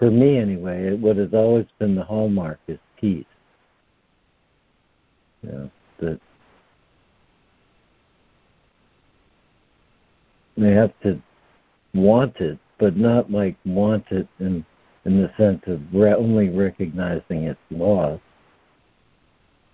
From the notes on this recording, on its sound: ACIM Daily Conference Call